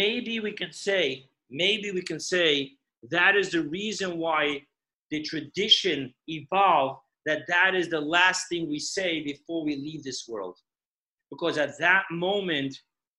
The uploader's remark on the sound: Zoom Parsha Class